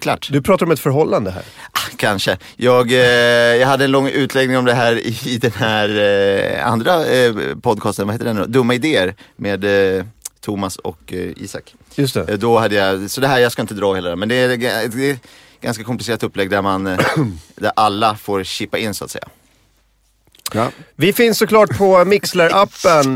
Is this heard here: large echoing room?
no